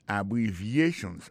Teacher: Abbreviations, accent tonique la, tombé sous troisième syllabe la. Dans mot ça, il y a quatre syllabes.